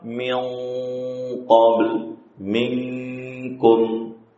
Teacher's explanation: pada bacaan ikhfa qaf dan kaf, suara gunnahnya itu lebih kuat. Tidak ada lagi suara di mulut.